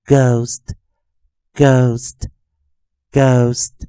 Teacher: 老师带来了一个很特别的生词，同学们可以看一下，也就是我们的 ghost，ghost，ghost，ghost，跟前面的课程不一样，我们的 ghost，我们把 o 去读成长元音，o oo。